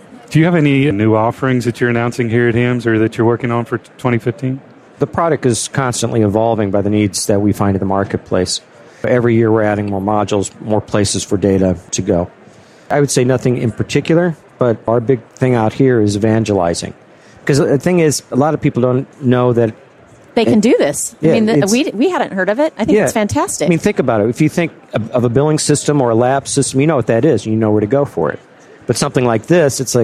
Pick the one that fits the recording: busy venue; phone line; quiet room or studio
busy venue